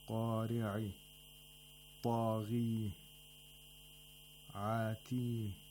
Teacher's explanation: He pronounces the ta marbutas at the end of each verse with a kind of imala. Imala of a short vowel.